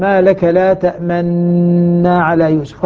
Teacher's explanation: هذه الحقيقة كلمة تأمننا كما يقرر العلماء هي عبارة عن فيها نونين في الأصل، نونين تأمننا، نون مضمومة ونون مفتوحة، أدغمت النون المضمومة بالنون المفتوحة من باب الإدغام الكبير فصارت تأمننا · Term: الإشمام